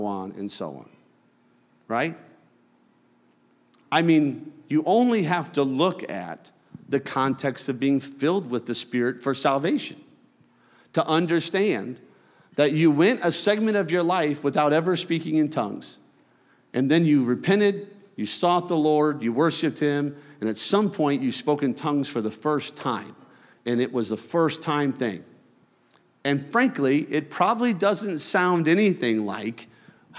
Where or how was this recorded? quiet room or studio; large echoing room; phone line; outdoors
large echoing room